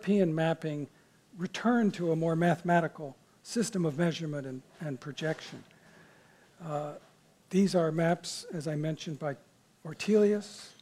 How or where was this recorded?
live audience